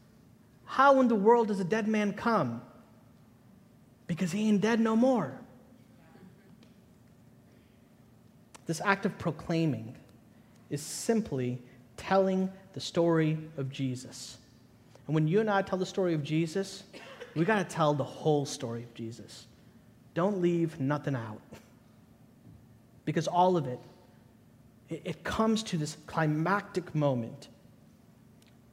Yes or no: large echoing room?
yes